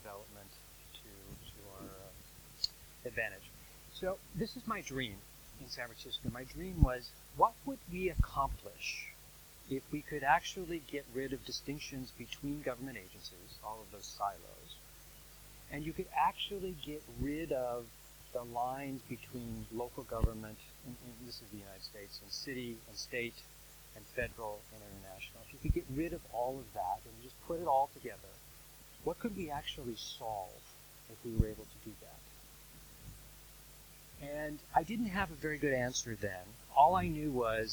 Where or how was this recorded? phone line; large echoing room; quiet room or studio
large echoing room